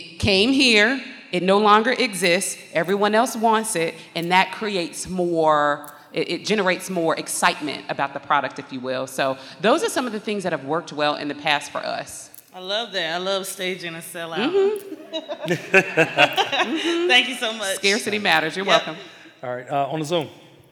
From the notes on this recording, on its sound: TSP Live 2022. Answers different questions from the audience. So, jump into this Q & A session.